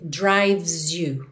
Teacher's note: o E de drives também não é pronunciado, você vai do V direto pro S